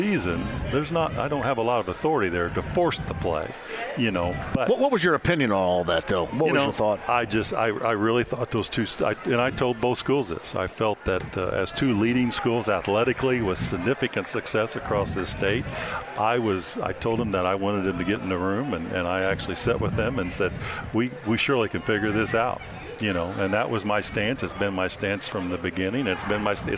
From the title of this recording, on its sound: Live From Victory Field!